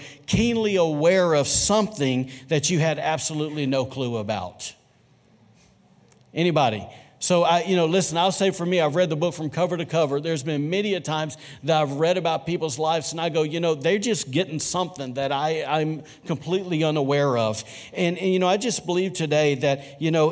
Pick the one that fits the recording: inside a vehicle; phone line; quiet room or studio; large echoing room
large echoing room